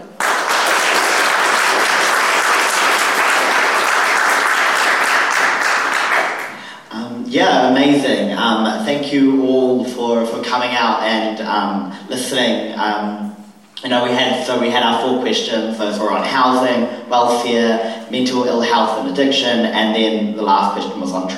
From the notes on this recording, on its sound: 'Meet the Candidates' event at St Peter's Anglican Church. A recording of the ‘Meet the Candidates’ event that just took place on the evening of Saturday 30th September.